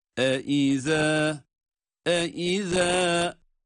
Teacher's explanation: Zal harfi de bildiğimiz gibi peltek ve ince okunan bir harf. E-İzâ künnâ, künnâ tutarak, sonra da bir elif miktarı med yaparak okuyoruz.